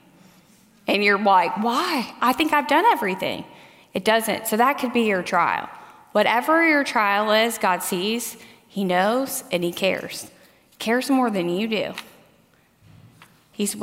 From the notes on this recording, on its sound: the closing message at the Biblical Mothering conference